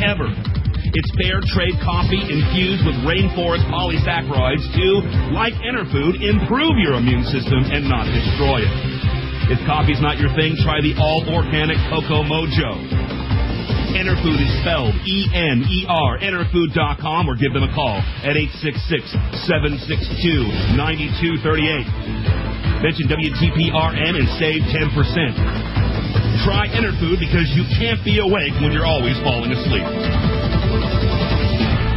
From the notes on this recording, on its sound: take your phone calls in this episode